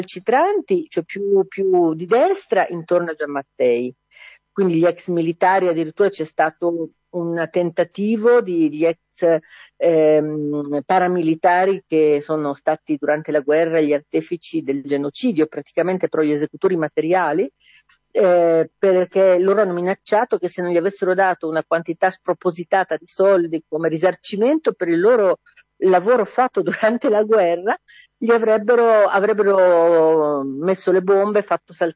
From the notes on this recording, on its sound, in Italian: Lo racconta al telefono dalla Capitale